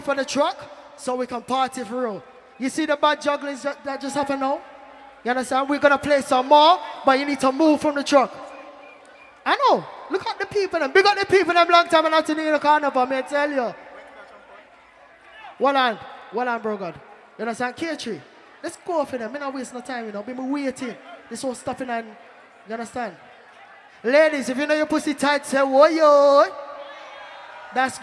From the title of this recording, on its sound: Live Audio: Notting Hill Carnival